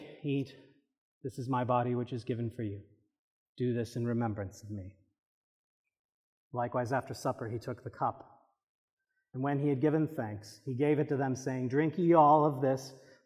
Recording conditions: large echoing room